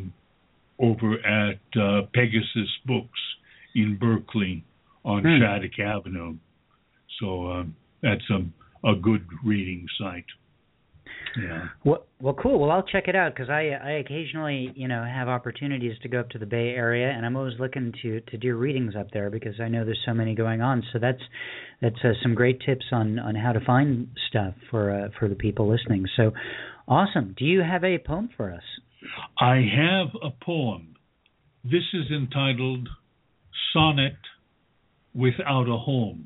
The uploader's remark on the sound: This month's Poetry Super Highway Live Open Poetry Reading featured poets calling in and reading their work from Sioux St.